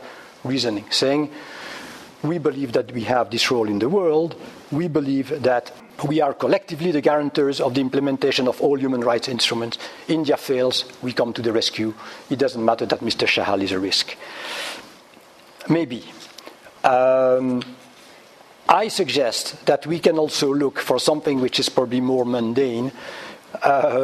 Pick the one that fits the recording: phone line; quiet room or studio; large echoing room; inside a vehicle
large echoing room